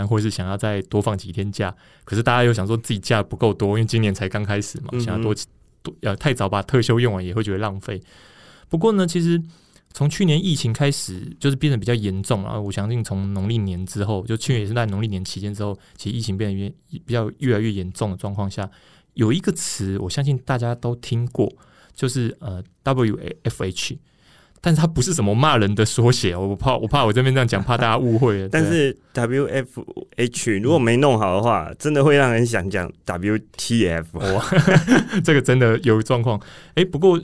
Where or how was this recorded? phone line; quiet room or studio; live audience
quiet room or studio